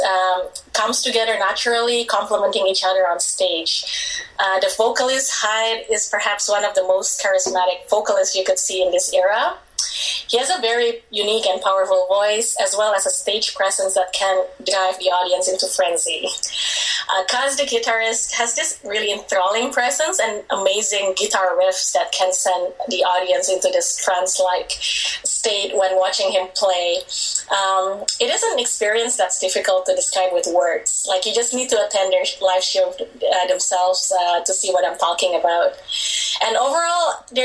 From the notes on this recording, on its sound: via Skype from Vancouver